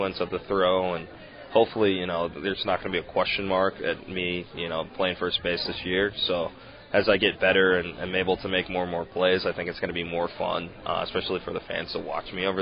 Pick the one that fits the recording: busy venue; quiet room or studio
busy venue